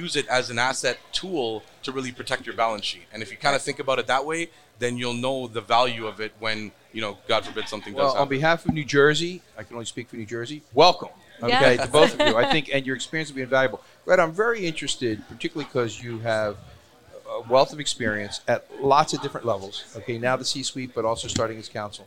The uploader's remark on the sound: Recorded at MJUnpacked NYC